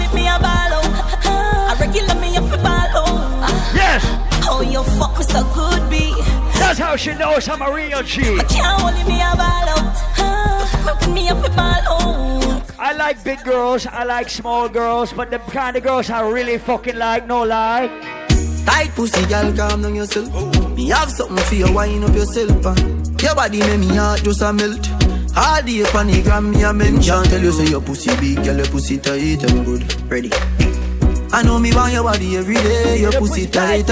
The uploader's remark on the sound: LIVE AT ISLAND SATURDAYS ON SEPT 29TH